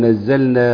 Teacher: هنا اللام ساكنة يراعى فيها الإظهار جيدا